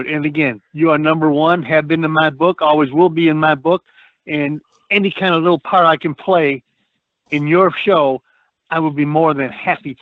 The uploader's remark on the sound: take a phone call or two and will be joined by a very special call in guest